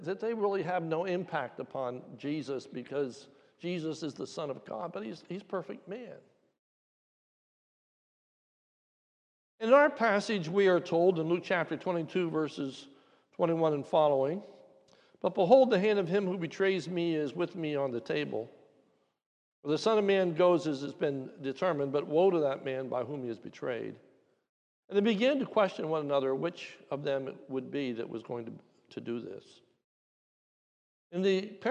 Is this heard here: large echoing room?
yes